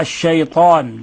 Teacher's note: لازم تفخم الطاء يا أخي، لأن الطاء هذه حرف إطباق وحرف استعلاء